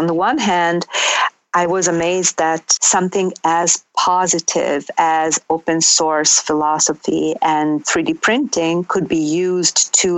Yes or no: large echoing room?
no